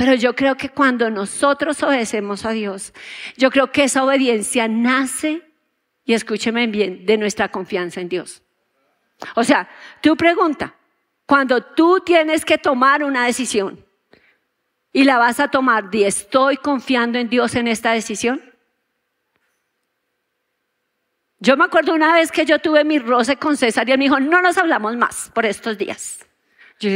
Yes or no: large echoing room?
yes